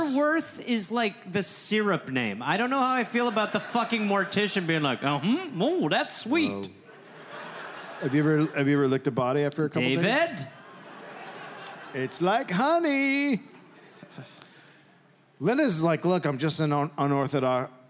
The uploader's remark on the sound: Recorded live in Seattle.